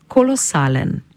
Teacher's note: Pri izgovorjavi seveda pazimo tudi na to, da samoglasnik E izgovorimo kot polglasnik, to pa zato, ker pri sklanjanju izgine.